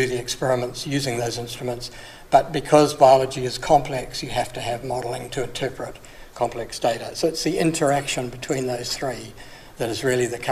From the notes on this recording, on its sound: This presentation was recorded at the ABI Research Forum 2020.